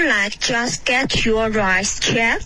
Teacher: 你的 like 跟 eyes 两个双元音都变成 i